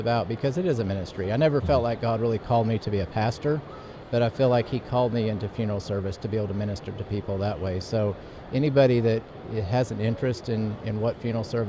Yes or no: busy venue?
yes